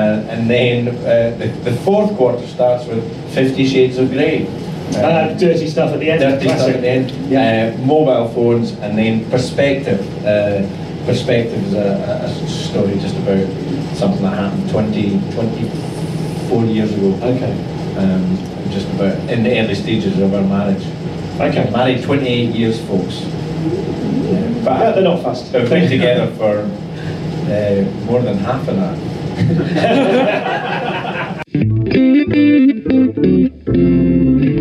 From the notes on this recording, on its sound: (Live). This episode has a sound recording problem which doesn't reflect the quality of usual episodes.